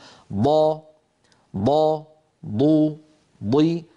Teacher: منطقة التلامس هي المنطقة الصفراء، المنطقة الخضراء هي منطقة الضغط والاتكاء، والضغط والاتكاء يكون محصورا كما نرى على اللسان من أدنى الحافة إلى أقصى الحافة. قال رحمه الله: من حافته، والضاد من حافته، هذه هي حافة اللسان، المنطقة الخضراء.